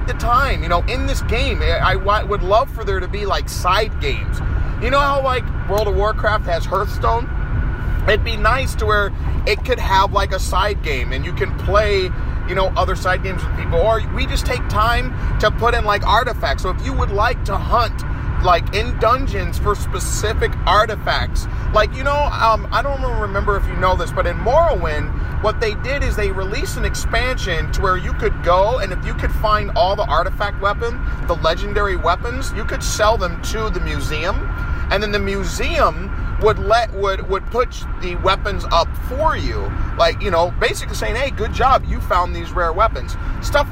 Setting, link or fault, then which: setting, inside a vehicle